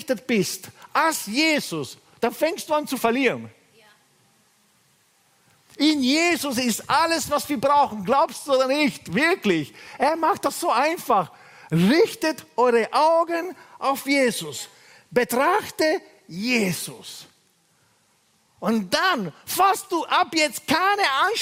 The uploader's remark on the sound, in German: Gottesdienst live aus der LIFE Church Wien